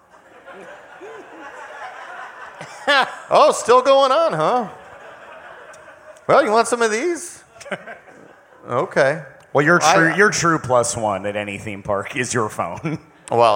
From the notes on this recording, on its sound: Live from Tin Roof in Orlando!